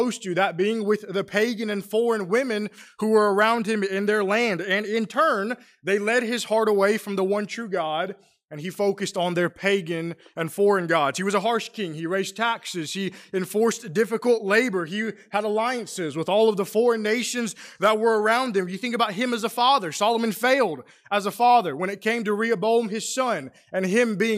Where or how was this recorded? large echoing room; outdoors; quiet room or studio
large echoing room